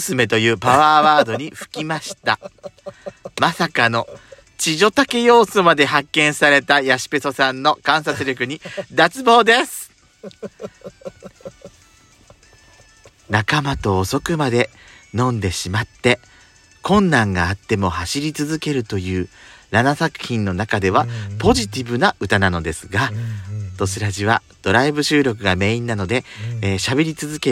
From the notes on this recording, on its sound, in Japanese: パーキング収録